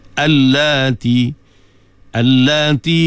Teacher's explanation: huruf mat selepas pada lam, menunjukkan panjang dua harakat